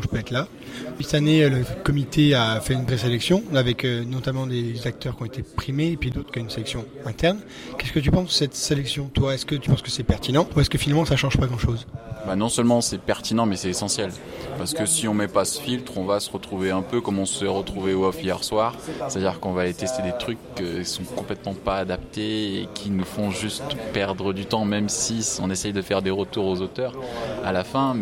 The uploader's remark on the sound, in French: Interviews réalisées au festival international des jeux de Cannes édition 2017 par Ludovox.